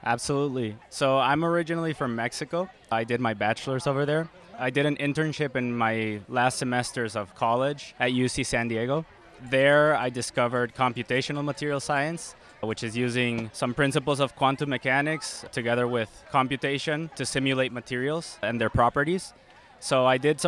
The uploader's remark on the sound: This episode took place live at the COGS Fall Welcome Back event.